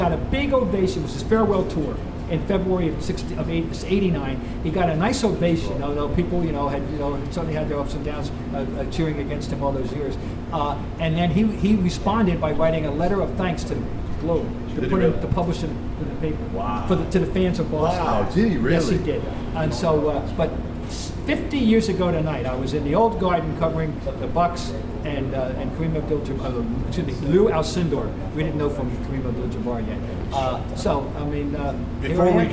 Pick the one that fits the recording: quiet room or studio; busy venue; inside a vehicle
busy venue